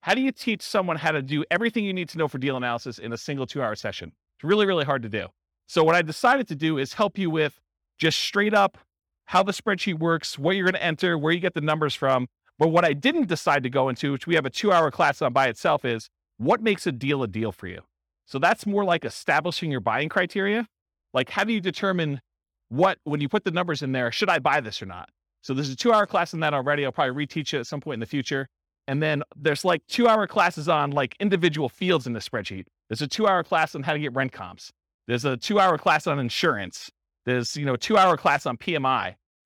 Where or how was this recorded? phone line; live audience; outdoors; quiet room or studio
live audience